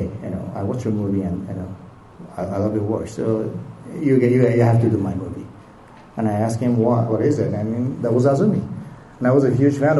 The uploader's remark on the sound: Comikaze 2015. Rage across Stan Lee’s Comikaze in Los Angeles. Listen to the live panel.